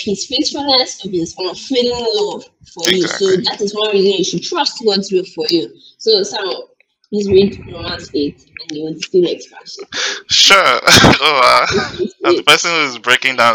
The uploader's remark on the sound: Kindly listen to this episode please forgive our sound quality we would do better as we go on.